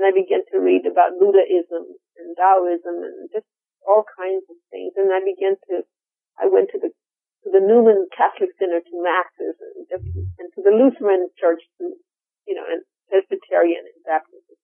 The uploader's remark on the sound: I apologize for the sound quality of the interview, the phone connection was not very good.